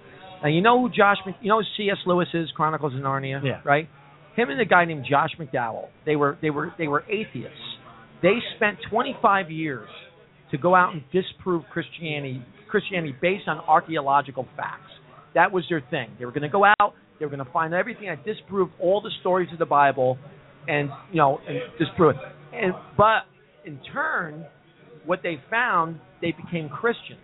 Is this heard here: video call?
no